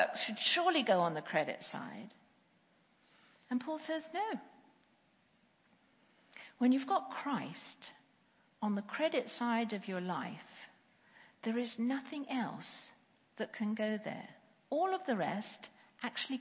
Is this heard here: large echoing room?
yes